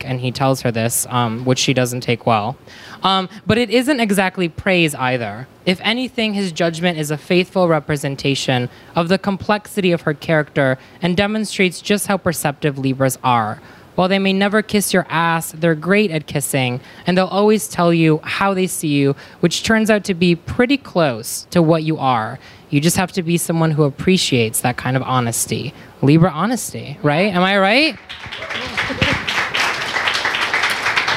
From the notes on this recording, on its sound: Hear the Astro Poets LIVE at the Strand. Take their podcast to the Strand for a live event full of laughs.